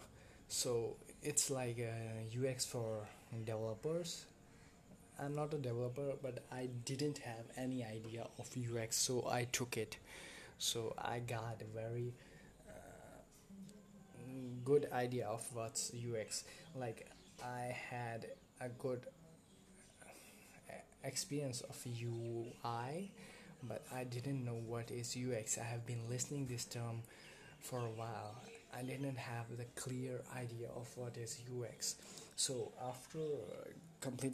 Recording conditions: uneven or low level